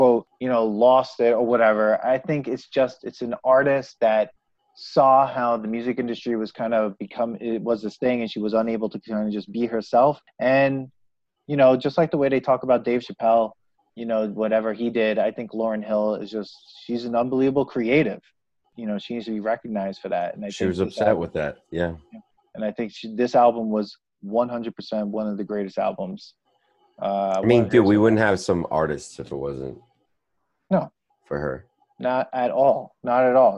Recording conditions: video call